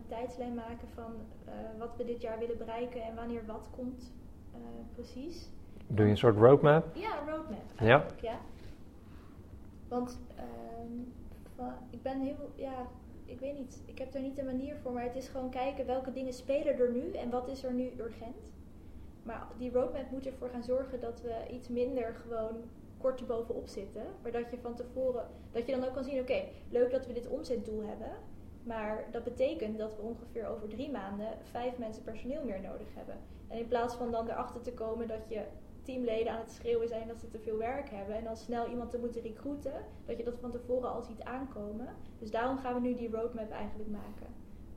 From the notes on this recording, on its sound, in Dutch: Excuses voor de mindere audio kwaliteit. 1 microfoon bleek veel ruis te bevatten.